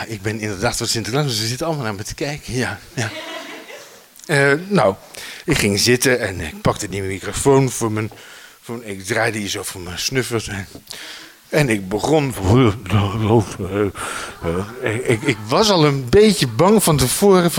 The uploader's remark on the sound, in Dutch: Bevond die hoek zich in Oostende voor een publiek van 1.500 kinderen.